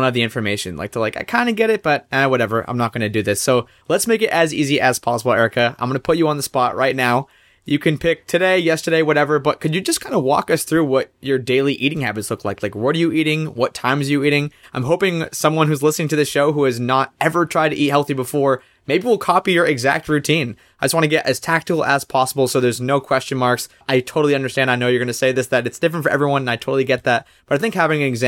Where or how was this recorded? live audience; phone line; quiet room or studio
quiet room or studio